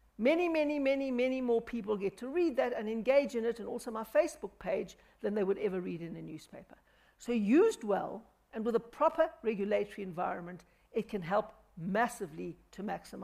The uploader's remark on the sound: The third BizNews Conference in the Drakensberg. Answered questions posed to her by delegates at the conference.